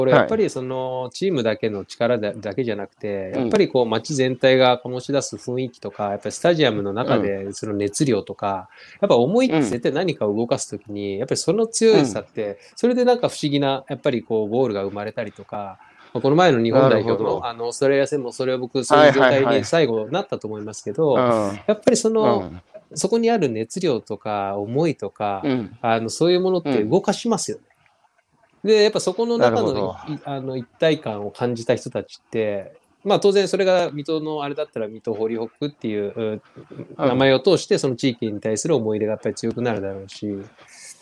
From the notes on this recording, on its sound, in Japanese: 歩きながら1時間、対談する。